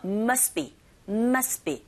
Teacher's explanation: 연속적으로 세 개의 자음이 이어졌어요. 이런 경우에 두 번째 자음의 소리가 탈락되는 경우가 있죠